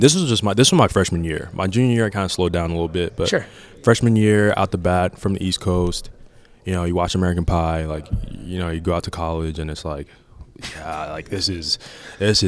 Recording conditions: busy venue